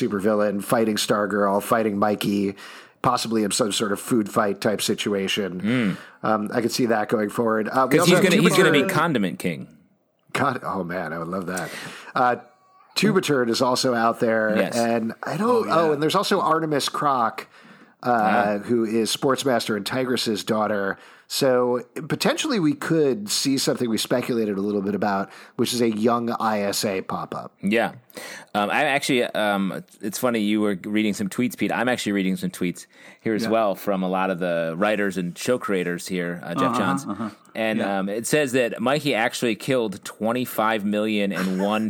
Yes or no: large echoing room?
no